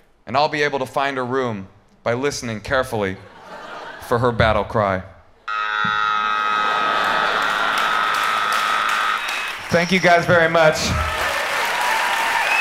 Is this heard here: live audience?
yes